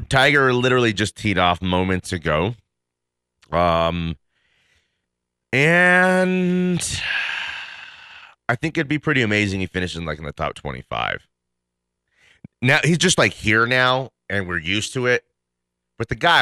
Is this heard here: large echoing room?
no